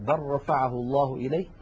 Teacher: إدغام اللام الساكنة في الراء